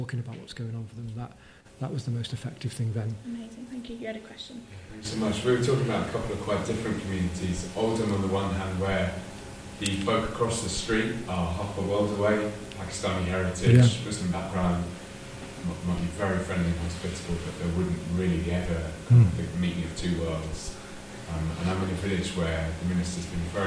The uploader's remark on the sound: at the Junior Anglican Evangelical Conference 2023 (The Church for England)